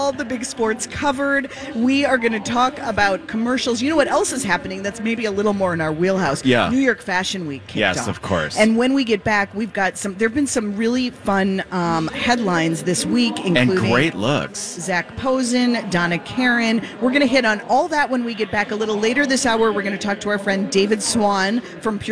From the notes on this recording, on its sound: Live at the Golf Show! LIVE at the Minneapolis Golf Show!